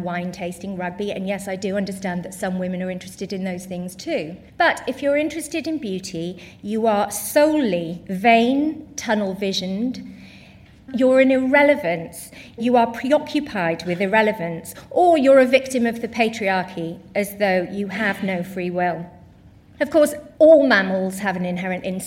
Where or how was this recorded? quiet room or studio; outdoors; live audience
live audience